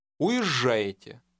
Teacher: The Russian Z will combine with the following letter to lengthen the zh sound.